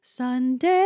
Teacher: That A is usually in a choral setting turned more into an E-H, Sunday, and then you put the Y at the end.